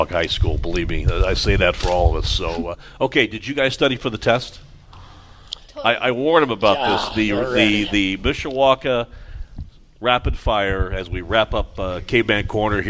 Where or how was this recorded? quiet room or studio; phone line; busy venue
busy venue